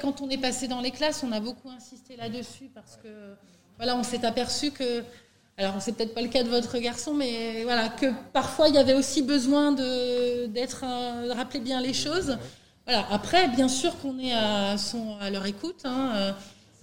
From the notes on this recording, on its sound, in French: Voici une captation de la réunion qui a eu lieu au collège le 13 septembre 2021 à 18h pour accueillir les parents d'élèves de 6e.